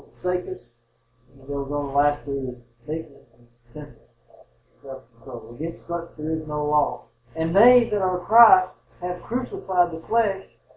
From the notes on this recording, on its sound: The sound quality in this sermon is not as good as our usual sermons